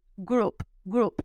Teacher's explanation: Hay una O y una U, pero esta O y esta U se mm, juntan y se funden y se convierten en U, group, group y que suene la P.